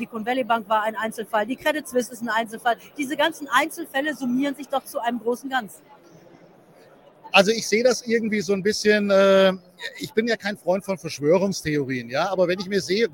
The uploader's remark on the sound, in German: Live von der Invest in Stuttgart